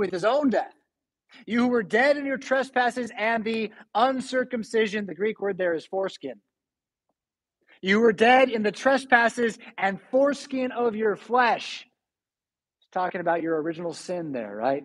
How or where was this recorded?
large echoing room